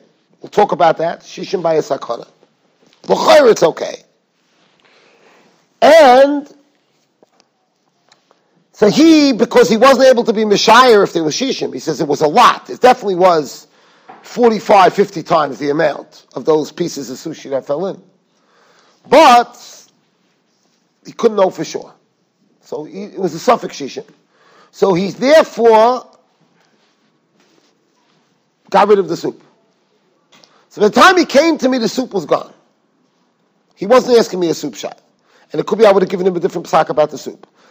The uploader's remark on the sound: Shiur recorded in Yeshivas Ohr Reuven, Monsey, NY.